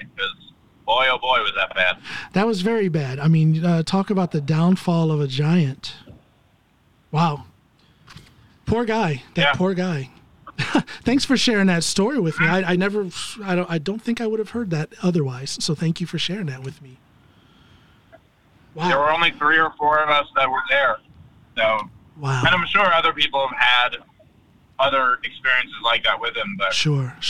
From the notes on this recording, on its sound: driving from Phoenix, Arizona and was on his way to Los Angeles, California when he and I spoke for this episode